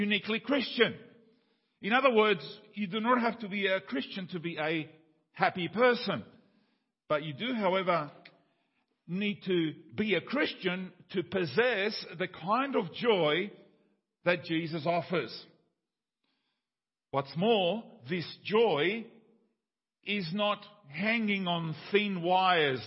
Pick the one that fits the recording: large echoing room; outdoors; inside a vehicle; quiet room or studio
large echoing room